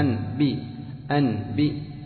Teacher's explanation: يعني أولا تأتي بالتنوين أن، ثم تطبق الشفتين لأجل الباء أن بي أن بي، فيه عسر أن بي أن بئهم إظهار وبعدها إطباق الشفتين لأجل الباء.